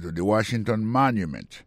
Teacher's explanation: Si on a mis accent sur accent encore, on va voir que le mot Washington, accent tombé sur le premier syllabe là. Pour le mot monument, il tombe sur le premier syllabe là.